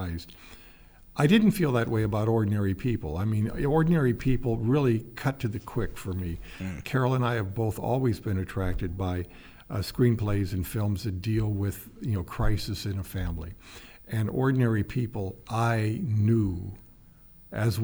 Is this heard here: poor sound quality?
no